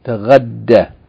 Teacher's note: the first ta is deleted and the alif maksura is deleted, so what remains is from tataghadda is taghadda without elongation